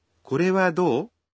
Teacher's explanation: Поскольку это вопросительное предложение, помните, что произносить его надо, повышая интонацию. Женщины иногда произносят до чуть дольше.